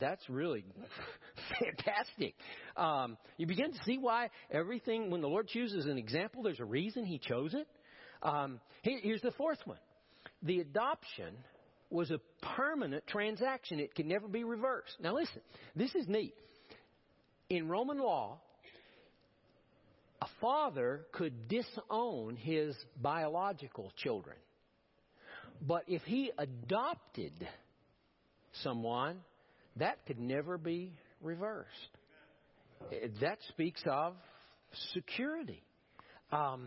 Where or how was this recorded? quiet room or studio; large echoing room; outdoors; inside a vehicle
large echoing room